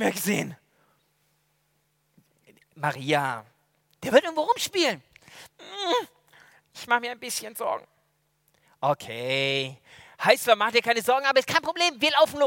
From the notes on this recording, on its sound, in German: aus dem Gottesdienst der Liebenzeller Mission